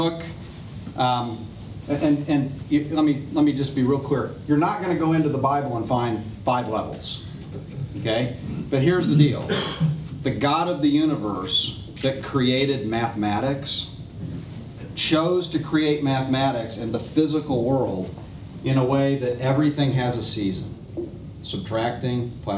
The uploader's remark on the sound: Today’s audio comes from the National Disciple Making Forum by Discipleship.org.